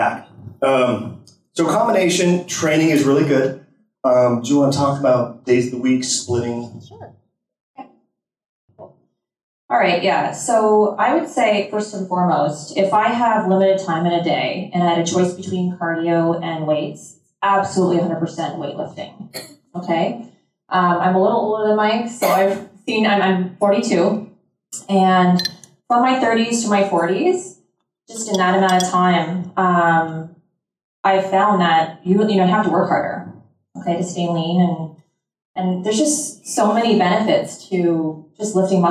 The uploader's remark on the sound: 2018 Low-Carb Cruise Lecture